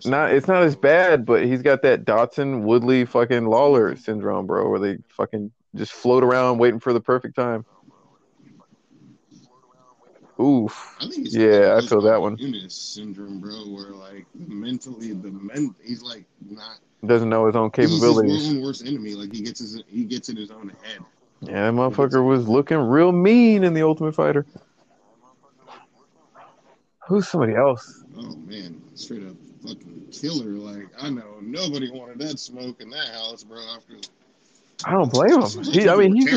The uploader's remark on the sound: I literally recorded it while at work. While I deal with customers at the same time.